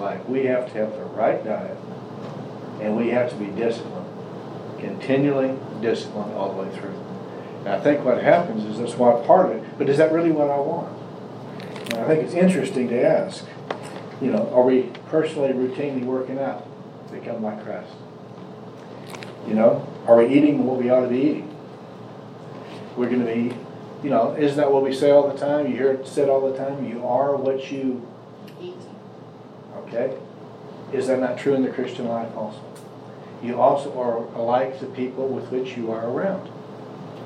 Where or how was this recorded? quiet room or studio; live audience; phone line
live audience